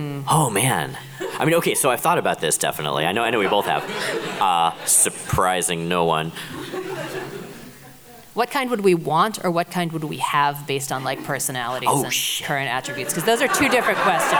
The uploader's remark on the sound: Live at Rose City Comic Con